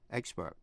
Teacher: Vậy expert là danh từ hay tính từ phát âm như nhau. Đều nhấn vần đầu